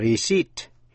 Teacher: Thí dụ như chữ R-E-C-E-I-P-T, receipt. Trong đó, âm P câm, không phát âm, đọc là receipt, chứ không đọc là receipt.